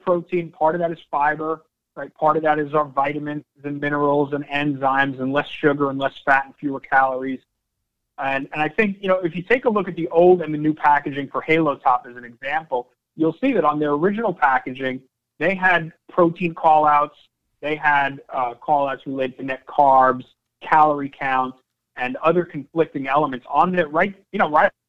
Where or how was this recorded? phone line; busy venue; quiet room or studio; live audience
phone line